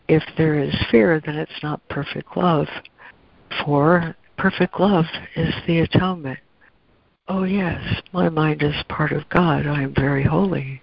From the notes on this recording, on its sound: ACIM Daily Conference Call